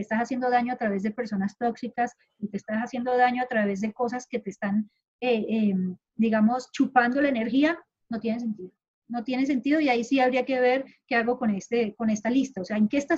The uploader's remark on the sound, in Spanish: Acostumbrándonos todavía poco a poco a grabar reuniones online (disculpen los sonidos raros)